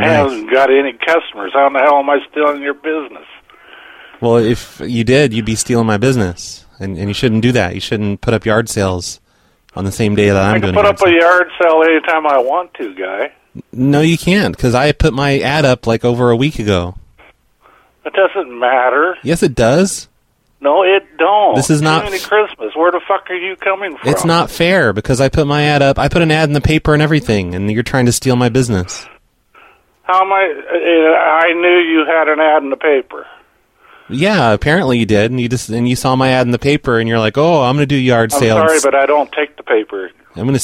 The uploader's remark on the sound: Prank Phone Calls. Snow plow show cactus of love LQ.